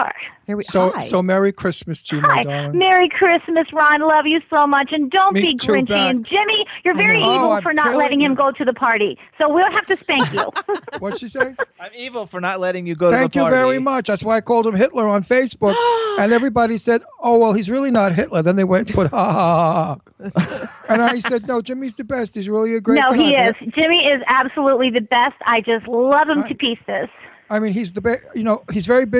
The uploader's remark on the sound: Have fun with call in guests. Broadcast live from the W4CY studios.